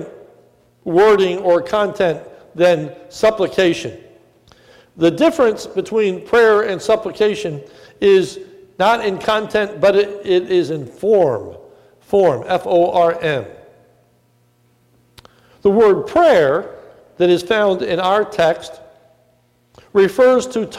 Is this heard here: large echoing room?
yes